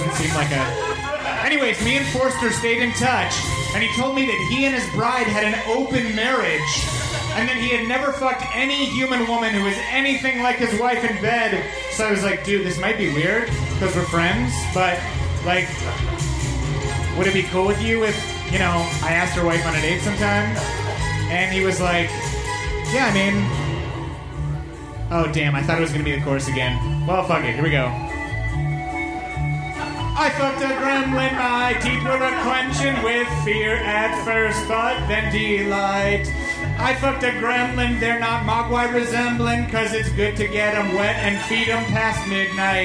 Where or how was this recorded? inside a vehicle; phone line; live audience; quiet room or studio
live audience